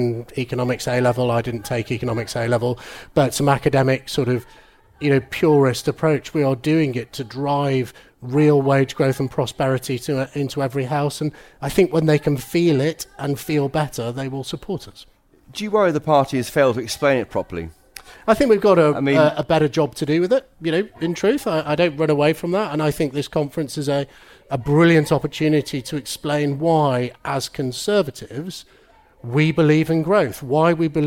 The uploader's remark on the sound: Live at the Conservative Party Conference. Well-timed heckling from the protestors outside the tent.